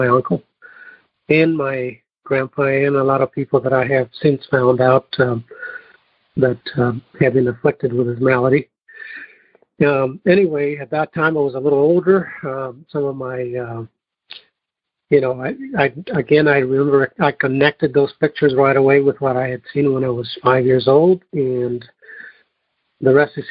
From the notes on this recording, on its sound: Noon Phone Speaker Meeting